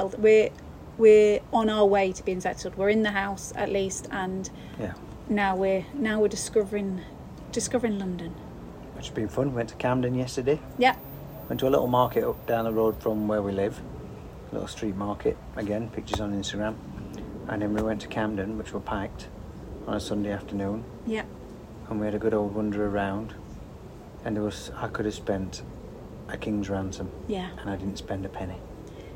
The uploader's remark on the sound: This is a rambling catch-up, recorded in the garden (home studio not quite ready yet). Again, apologies for audio quality!